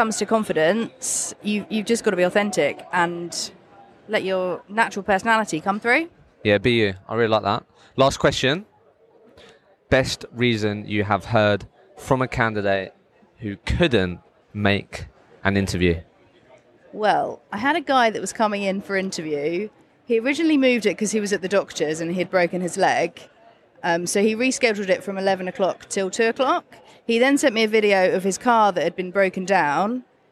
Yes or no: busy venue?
yes